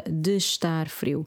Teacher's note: See how I brought the de and the estar together, de estar frio. Because the E from de was silent, is silent, and the E from estar is also silent. So I bring the two words as if they're only one word, de estar, rather than de estar, de estar.